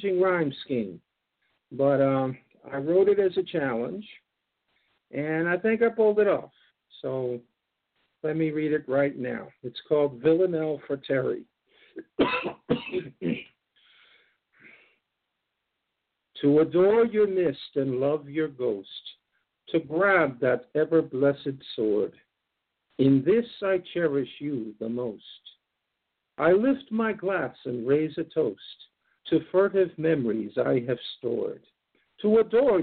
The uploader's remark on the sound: Who called in and shared poetry today. Worldwide Open Poetry Reading. Thanks to poets from Springfield, MO, Washington, DC, Los Olivos, CA, Boston, MA, Pasadena, CA, and Sioux St.